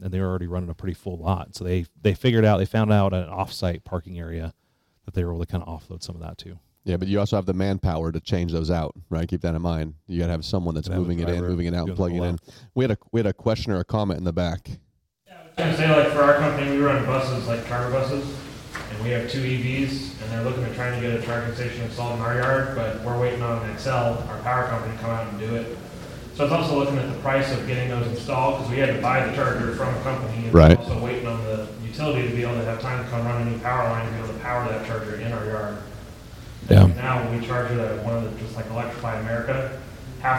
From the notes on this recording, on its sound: Live from RTA Connect 2022. From the RTA conference in Mesa, AZ.